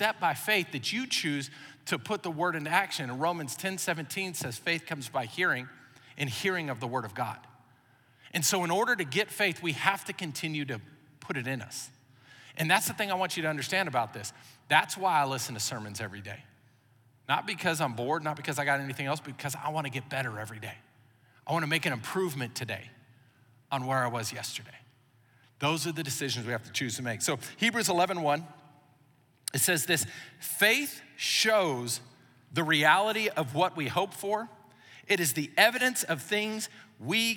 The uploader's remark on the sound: Recorded live during our Wednesday night service.